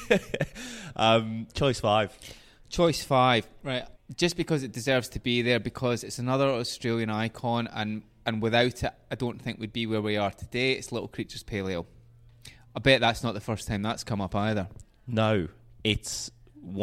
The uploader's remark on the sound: The episode was recorded at The Local Taphouse, St Kilda, VIC.